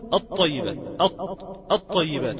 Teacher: عند النطق بالحرف تجد أن اللام انعجمت في الحرف التالي، دخلت فيه تماما · Term: شمسية